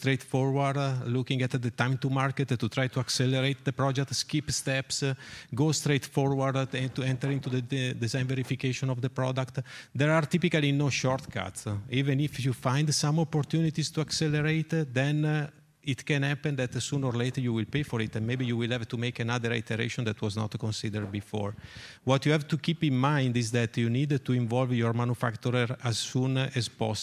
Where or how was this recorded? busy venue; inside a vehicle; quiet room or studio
busy venue